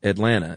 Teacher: there's still something we do in the South, which is we soften our T's generally. Mm-hmm. Many times T's become D's, and sometimes they become N's.